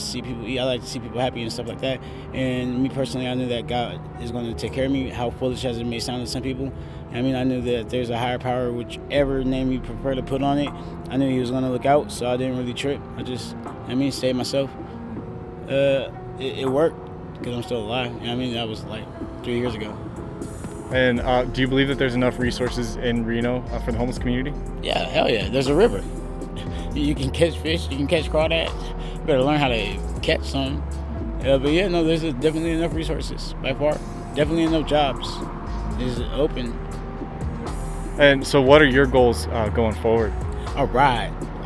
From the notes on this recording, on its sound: As part of our series of street audio postcards.